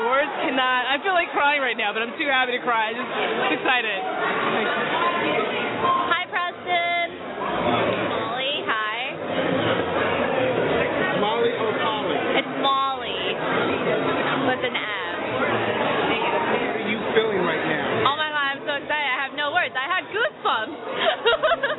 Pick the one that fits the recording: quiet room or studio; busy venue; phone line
busy venue